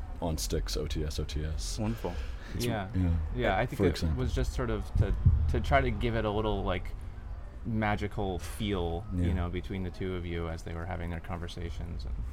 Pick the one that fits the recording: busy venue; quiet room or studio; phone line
busy venue